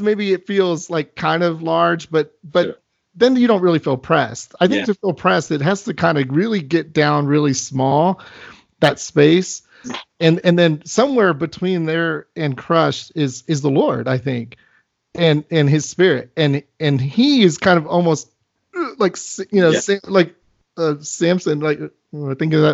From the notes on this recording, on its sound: I recently got a chance to Skype